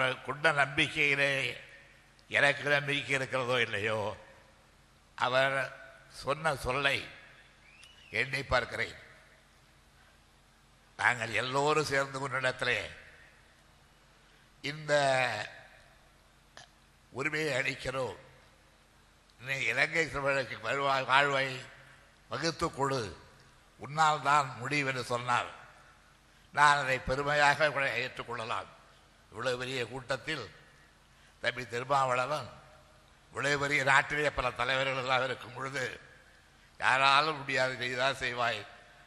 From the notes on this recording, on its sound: TESO Conference Speech.